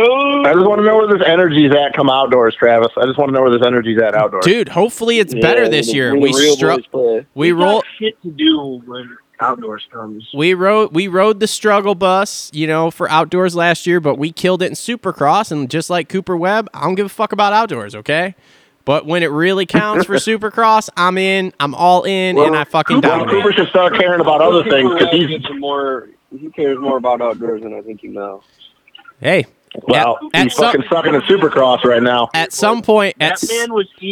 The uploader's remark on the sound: get on the phone